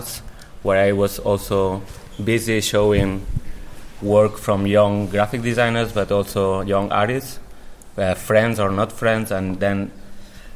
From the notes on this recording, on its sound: Live at Chaumont International Design Biennial. A live recording of a conversation we had in front of the audience at the Chaumont Design Biennial.